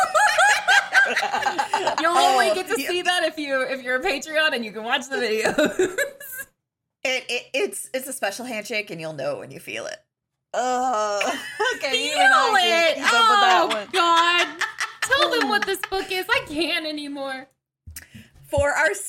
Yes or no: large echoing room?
no